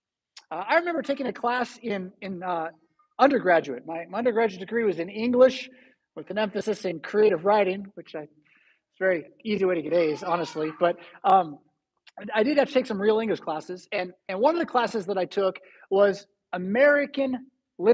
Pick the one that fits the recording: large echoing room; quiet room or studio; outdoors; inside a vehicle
large echoing room